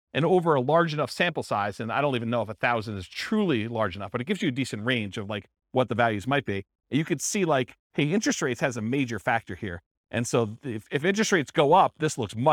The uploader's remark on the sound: This was a live class recorded